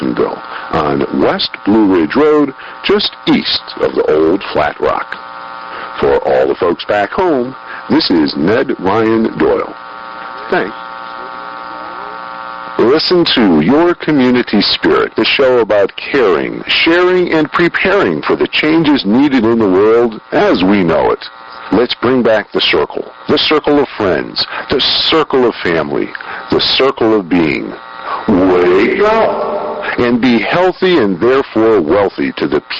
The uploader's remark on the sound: Our audio quality still kinda stinks for another week or two, but we’re working on it.